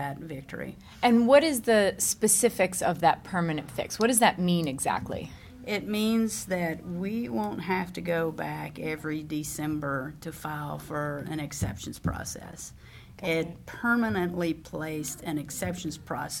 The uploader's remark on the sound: LIVE from Washington DC at the Federal Advocacy Forum through the American Physical Therapy Association